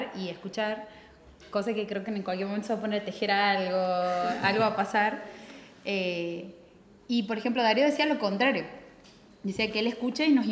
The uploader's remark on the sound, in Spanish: Llegamos al final del año y lo cerramos con público, birra y música en vivo.